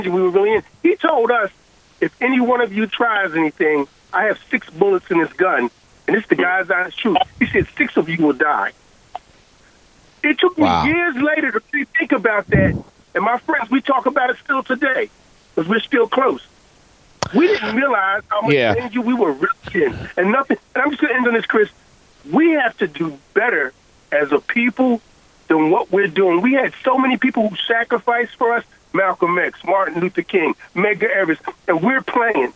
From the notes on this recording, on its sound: WURD listeners call in to add their reactions as well.